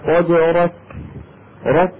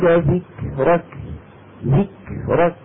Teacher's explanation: الكاف والتاء شديدتان في أولهما مهموستان في آخرهما · Term: الشدة والهمس